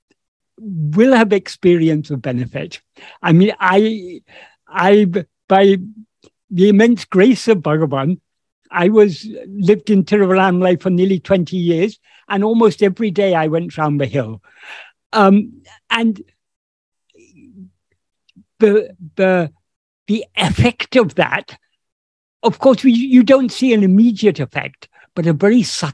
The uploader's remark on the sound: In a Zoom meeting of the ‘Ramana Maharshi Foundation UK’ on 28th May 2022